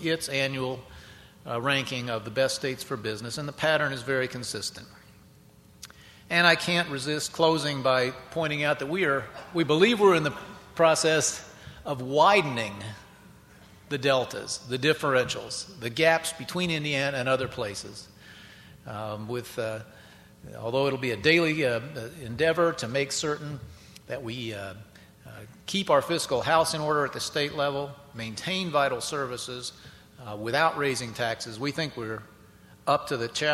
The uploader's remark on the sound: keynote address at WIndiana 2009